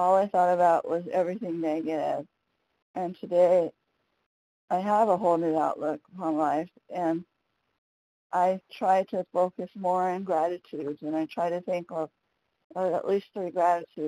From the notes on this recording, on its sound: 100 Pounders Phone Meeting